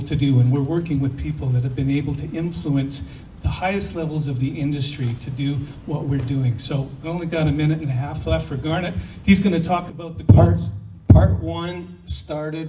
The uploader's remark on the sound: Pitch Night at NFT Connect - Austin TX. - June 6, 2022 - Open Mic - Part 3